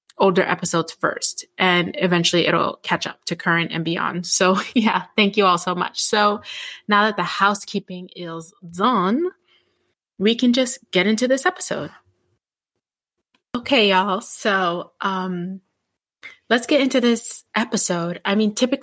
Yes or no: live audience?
no